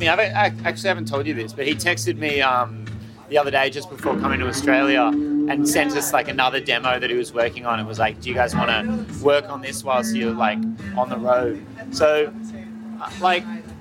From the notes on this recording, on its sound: Live from Levitate Music Festival. 10th Anniversary of Levitate Music Festival!